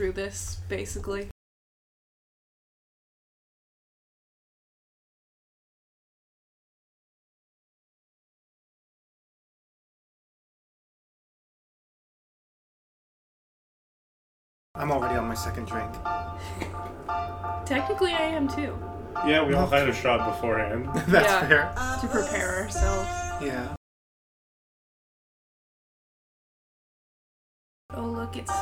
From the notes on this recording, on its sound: The mic we used picked up a lot more of the movie's sound than anticipated - I've cut out as much of it as I can, but there's only so much I can do.